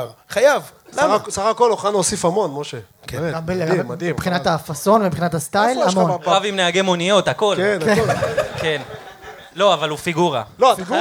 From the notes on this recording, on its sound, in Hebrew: ערב הציון3 החי השני במונדיאל הישר מהבר גיורא בתל-אביב. הוקלט מול קהל חי בארבעה בדצמבר.